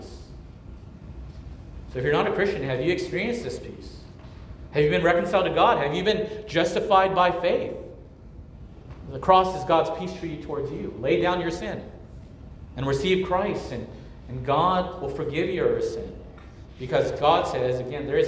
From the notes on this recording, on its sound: at Immanuel Church of Orange County on July 23, 2023